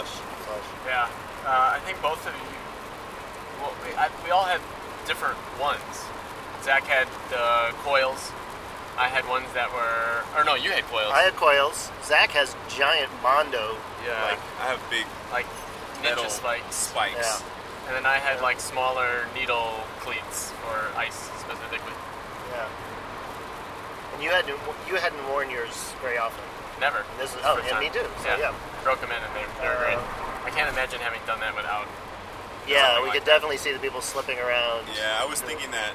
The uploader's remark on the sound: Sorry about the sound quality: we recorded this in a car racing down the highway while sleet poured down.